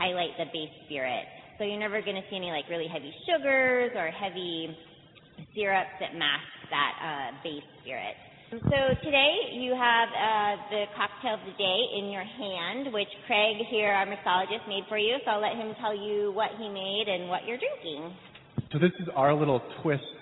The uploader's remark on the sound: broadcasts live from Canon De Sol Winery!